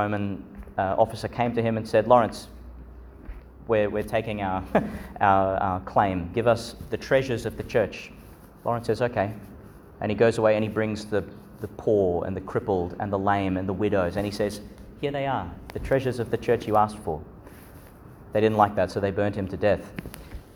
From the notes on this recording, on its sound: delivered at Our Lady Star of the Sea Church, Gladstone, Qld.